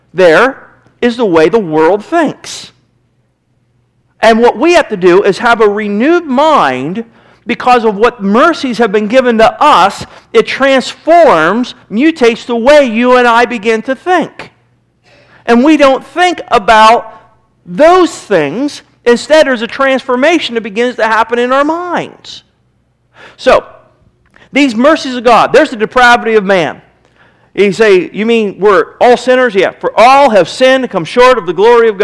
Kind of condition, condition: setting, large echoing room